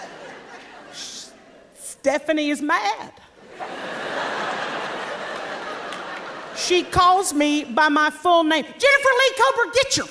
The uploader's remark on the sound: at the Brooklyn Academy of Music